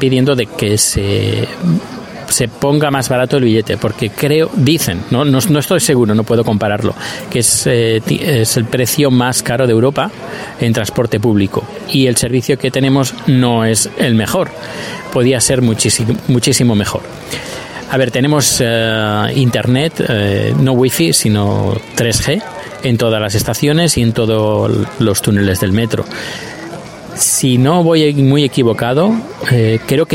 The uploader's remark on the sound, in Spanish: Desde el aeropuerto os hablo de las tarifas del transporte público en Estocolmo.